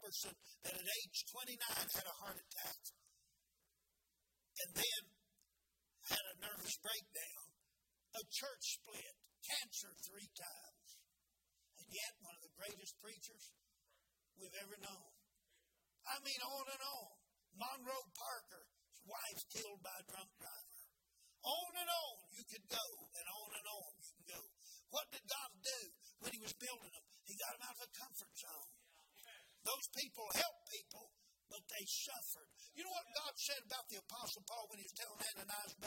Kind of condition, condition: setting, large echoing room